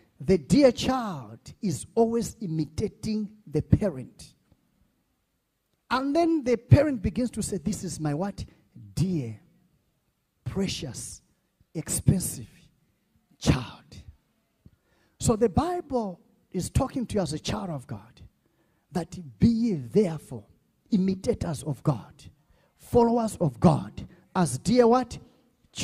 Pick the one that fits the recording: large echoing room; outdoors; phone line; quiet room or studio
large echoing room